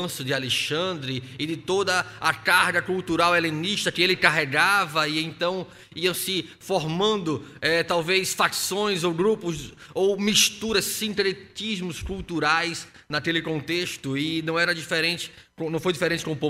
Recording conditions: large echoing room